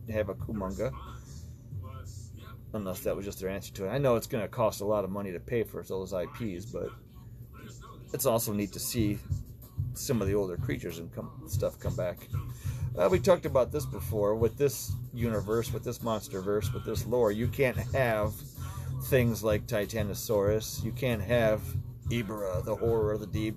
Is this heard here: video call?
no